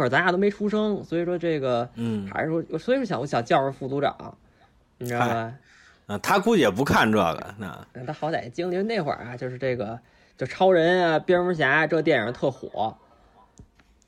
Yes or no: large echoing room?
no